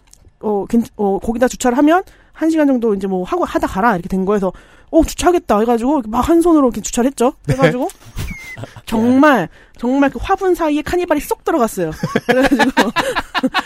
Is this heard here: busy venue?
no